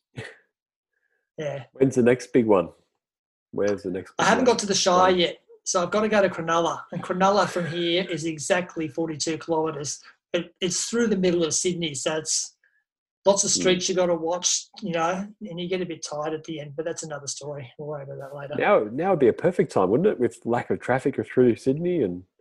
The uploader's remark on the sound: It have been recorded in zoom and unedited.